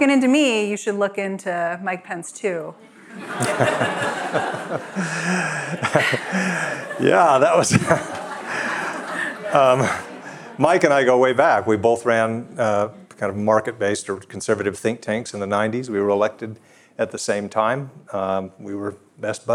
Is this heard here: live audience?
yes